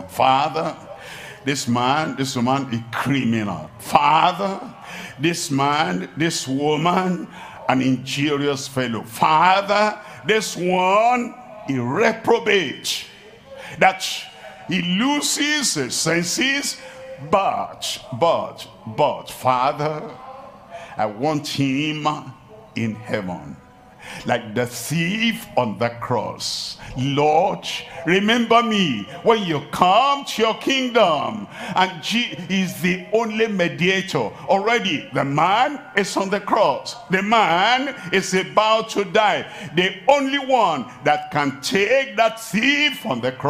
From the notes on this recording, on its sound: live at Ogbomosho, Nigeria